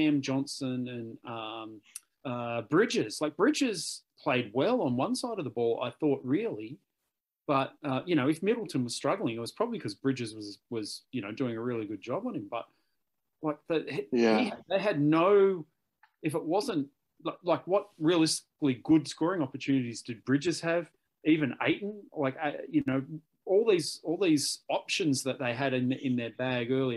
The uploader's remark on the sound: jump onto a Zoom call